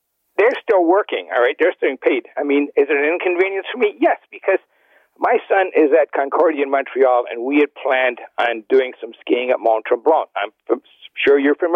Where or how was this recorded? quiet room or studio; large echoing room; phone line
phone line